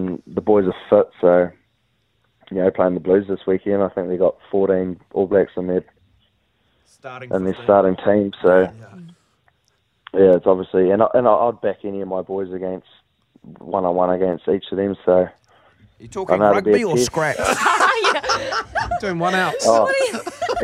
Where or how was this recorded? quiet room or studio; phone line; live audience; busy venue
phone line